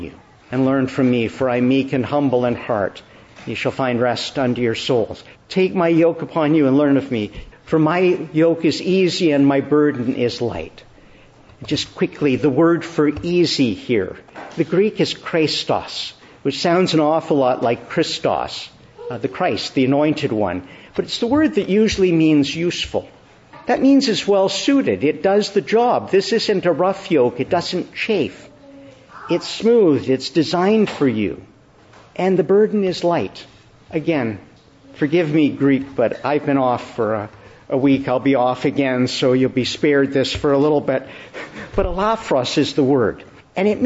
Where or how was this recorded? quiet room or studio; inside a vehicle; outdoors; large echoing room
large echoing room